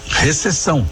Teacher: Esse P de pato, diferentemente do que a gente diz no dia a dia, não é mudo, ele é lido, ele é pronunciado. Em Portugal, esse P não é lido, né?